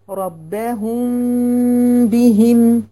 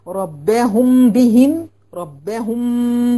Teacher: وانت لو طب لو اطبقتي الشفتين وكذيتي عليهم وضغطتي على الشفتين اطباق تام، الغنه مش هتطلع كويس، هتطلع قصيره. لكن كل لما تخففي التلامس ما بين الشفتين تطول الغنه بتاعتك · Shown in: first take · Term: الإخفاء الشفوي